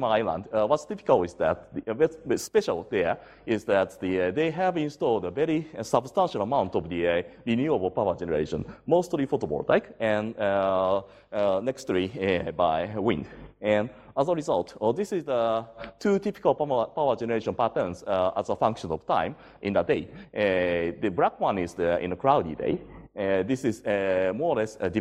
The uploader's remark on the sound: IFE Distinguished Visitor Lecture, recorded 17 August 2017 at QUT